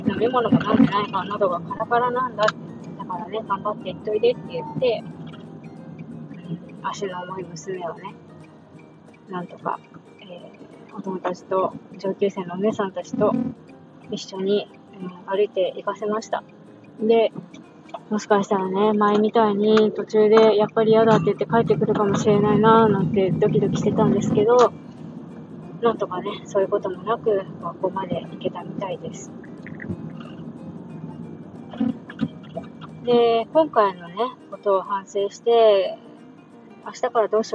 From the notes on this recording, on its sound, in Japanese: 相変わらずノイズ入ってます。Stand.fm。